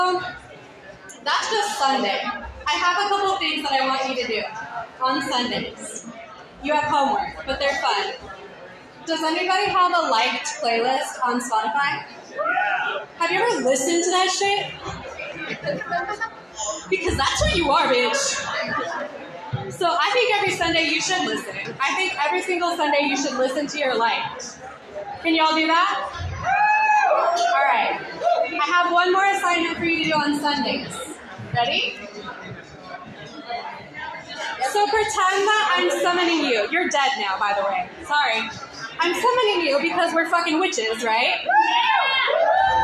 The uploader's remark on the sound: Our first ever live episode of WITLT !